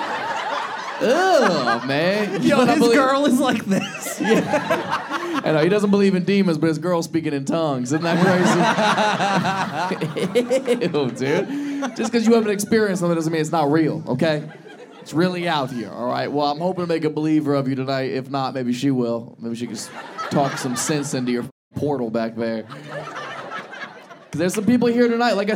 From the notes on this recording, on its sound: This episode was filmed in front of a live audience at a comedy club.